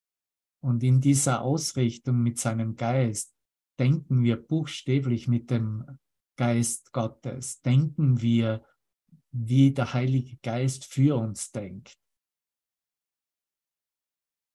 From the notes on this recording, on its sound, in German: Zoom-Session. Veranstaltet von der Aleph Akademie.